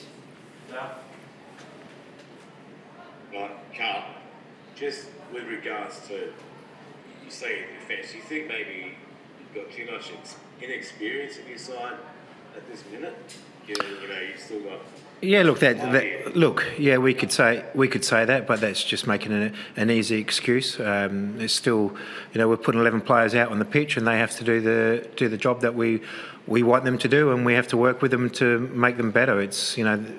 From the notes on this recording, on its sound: Post-Match Press Conference.